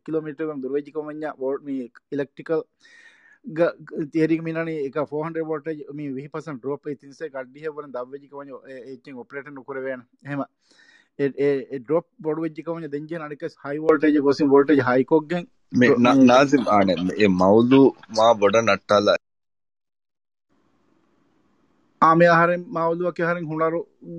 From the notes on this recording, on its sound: Due to some technical issues the recording of this room was cut short.